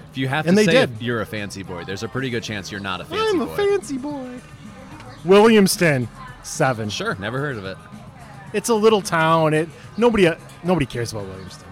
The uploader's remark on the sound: live at Mootz Pizzeria + Bar on Library Street, downtown Detroit